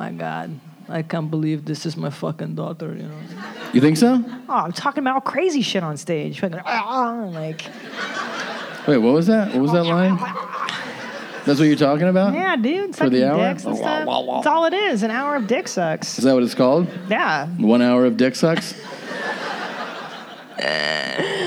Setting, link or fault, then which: setting, live audience